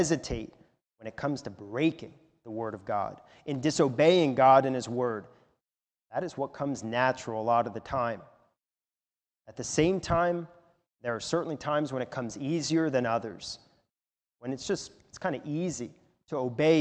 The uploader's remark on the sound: a sermon recorded at the Lebanon Bible Fellowship Church in Lebanon, PA during the morning service on 10/31/2021